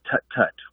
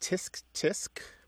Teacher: tisk, tisk and tut, tut are both versions of the sound that you make on your teeth